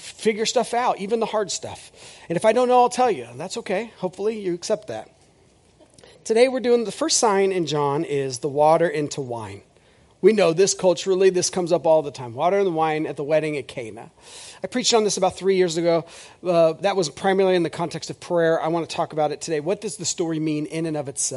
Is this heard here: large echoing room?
yes